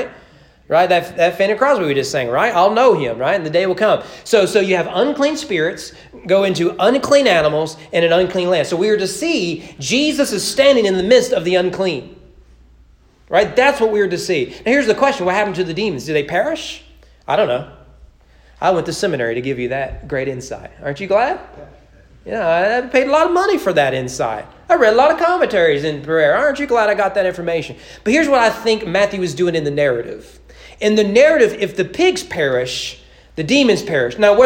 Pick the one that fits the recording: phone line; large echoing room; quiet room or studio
large echoing room